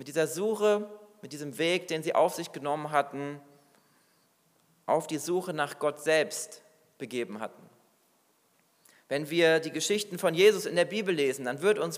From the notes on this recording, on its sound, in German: Predigt aus dem Weihnachtsgottesdienst